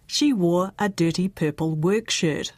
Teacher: I'm mostly dropping the R following a vowel. · Like most native English speakers outside of Scotland, Ireland and North America, I don't have a post-vocalic R. Like most Kiwis, I say, she wore a dirty purple work shirt.